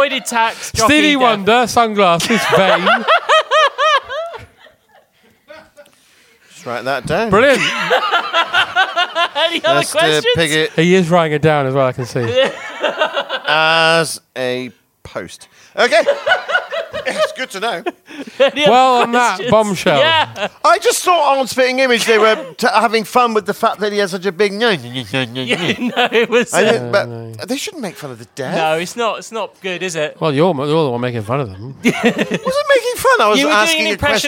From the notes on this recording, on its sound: Venture to London to tell a live audience.